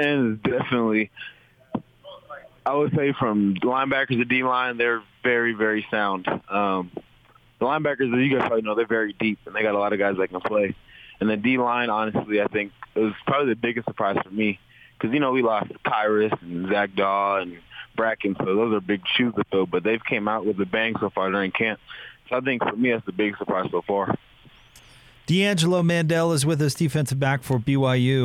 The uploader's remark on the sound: Hopped on the phone with 'The Big Show' on Wednesday afternoon following BYU's fall camp practice.